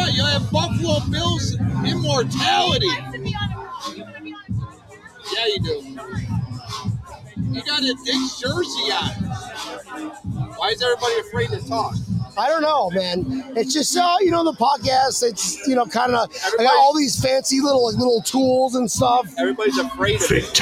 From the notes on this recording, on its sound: Bills Backers Miami hosted a Bills Mafia Appreciation Party this past weekend! Live interview with fans from the Booze Garden!